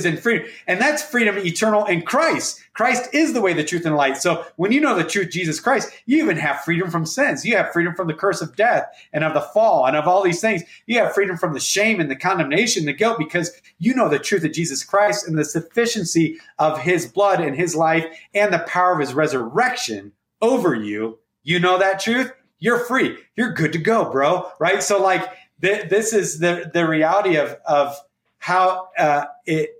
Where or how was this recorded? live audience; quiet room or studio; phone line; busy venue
quiet room or studio